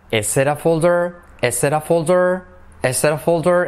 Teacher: La T se convierte en una R suave